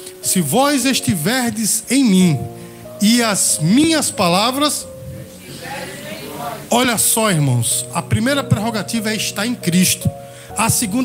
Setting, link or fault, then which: setting, large echoing room